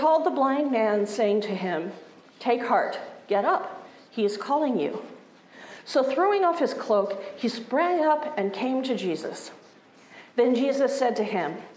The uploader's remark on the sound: Resurrection Lutheran Church Sunday Service